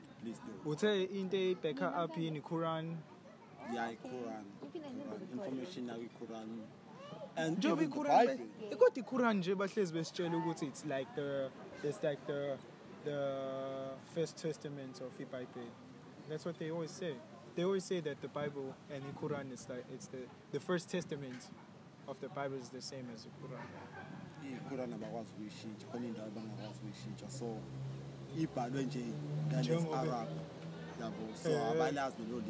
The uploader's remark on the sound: The conversation takes place outdoors in a famous road in Durban known as Florida.